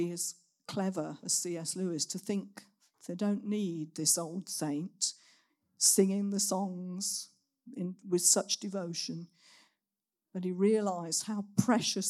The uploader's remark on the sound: Recorded at Saxon Hall on Sunday 15th October 2023